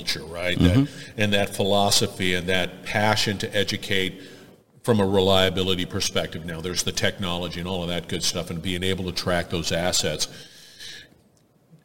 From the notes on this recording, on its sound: Industrial Talk is onsite at Hexagon LIVE. Hexagon Live conference in Las Vegas.